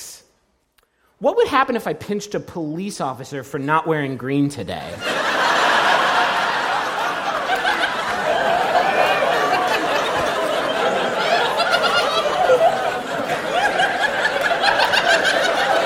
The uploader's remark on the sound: Live Shows in Portland. Our nearly two-hour-long live show in beautiful Portland, Ore., which we performed after not doing a live show for over six months. It was also our first live show using lavalier mics, which led to a lot of what we in the comedy industry like to call "working the room."